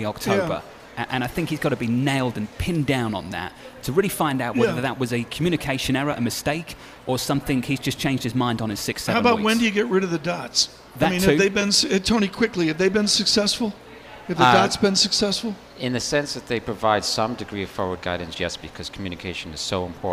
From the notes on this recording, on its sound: Bloomberg Surveillance is live from the Bloomberg link for the Year Ahead Summit.